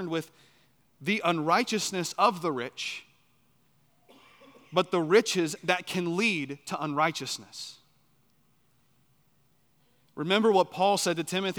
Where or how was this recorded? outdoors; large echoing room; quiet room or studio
large echoing room